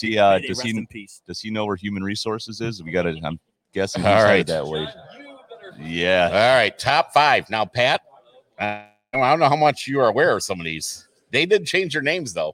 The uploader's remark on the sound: Live from inside the Pro Sports Zone at Laurel Park Mall for the 1st Pro Sports Zone Card Show.